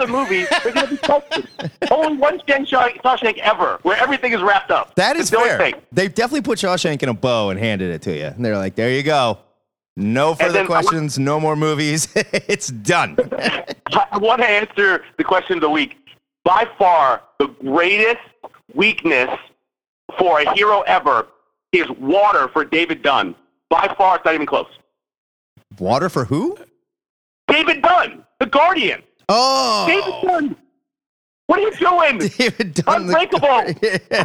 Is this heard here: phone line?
yes